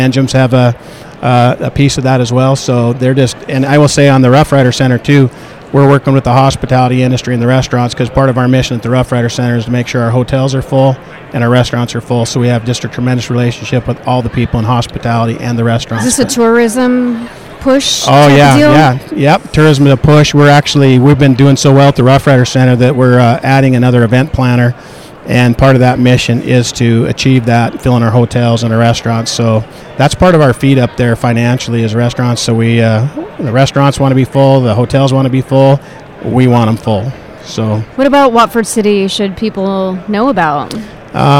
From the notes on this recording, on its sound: At the Williston Basin Petroleum Conference.